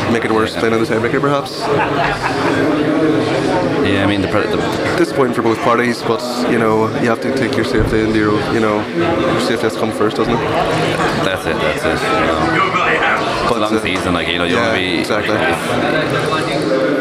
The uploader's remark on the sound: Broadcast a three hour show Live from the 60 by 30 alley at Tuamgraney handball club on the final day of the 2023 GAA Handball Irish 4 Wall Nationals that were held in Alleys all over County Clare at the weekend.